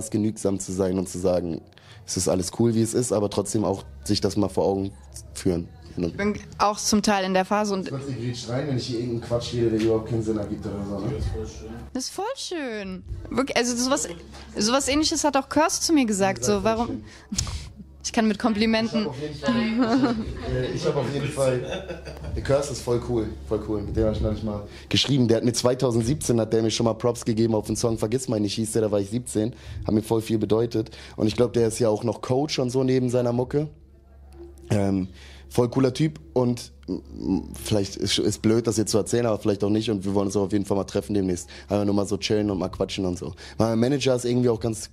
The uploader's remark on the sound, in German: auf dem Tapefabrikfestival